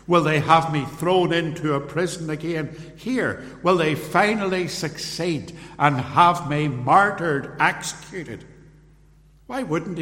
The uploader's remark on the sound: Recorded at Templepatrick Reformed Church.